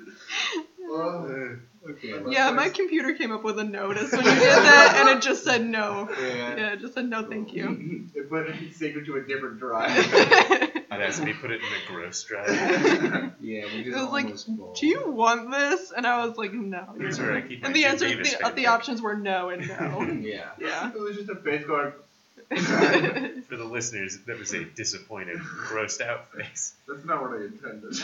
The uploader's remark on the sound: Slightly different sound quality this week as we work with new equipment